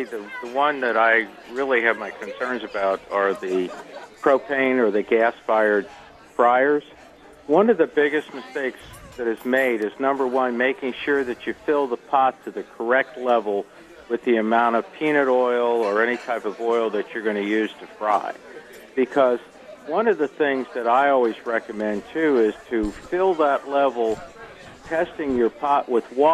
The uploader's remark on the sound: The Modern Eater Show Live from Grind Kitchen and Watering Hole for a Butterball dinner!